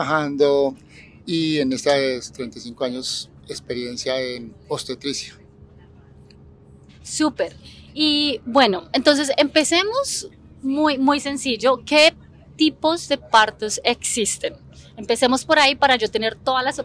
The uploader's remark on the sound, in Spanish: Este episodio fue grabado en un bus en Bali, Indonesia mientras se transportaban a un templo para meditar.